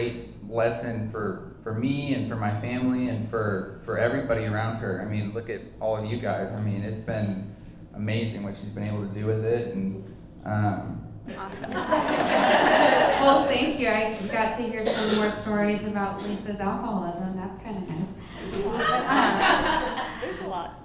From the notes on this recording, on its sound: we record live from a special Mother's day edition of Breakfast Club